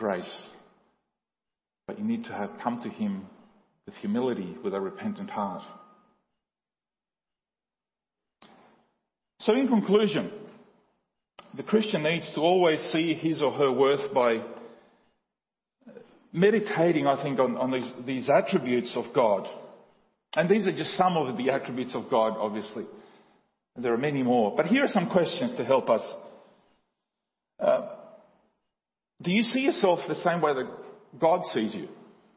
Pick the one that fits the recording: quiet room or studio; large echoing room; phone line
large echoing room